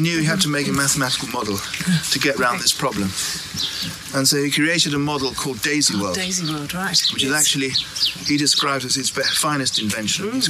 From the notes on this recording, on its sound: As we walk and talk. Our conversation was recorded pre-covid when I was last at the College.